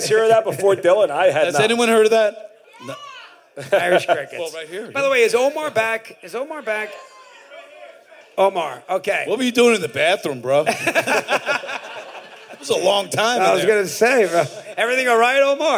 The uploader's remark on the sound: Live at the Brea Improv.